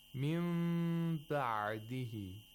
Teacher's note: The nun sakina should be pronounced like a mim which has ikhfa.